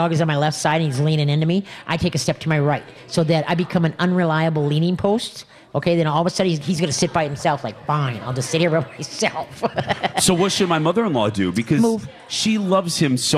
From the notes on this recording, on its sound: We are LIVE from the New Chuck and Don's